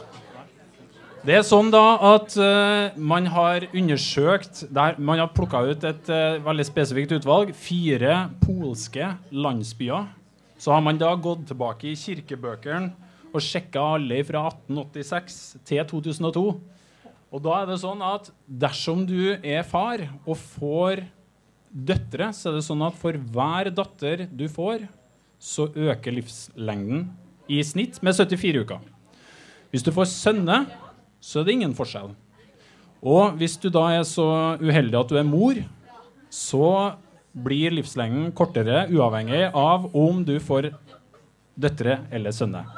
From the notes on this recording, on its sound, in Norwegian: For aller første gang i historien ble Psykologlunsj gjennomført foran et publikum! I anledning Psykologidagene i Trondheim arrangerte vi et liveopptak, i form av en interaktiv quiz, på utestedet Familien.